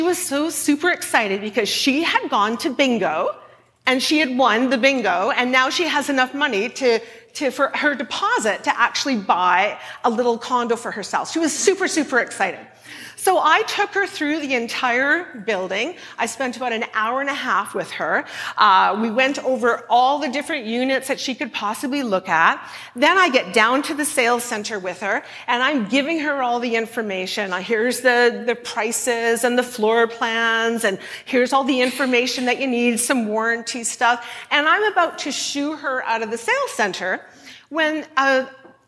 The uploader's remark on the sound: at a Shine Live event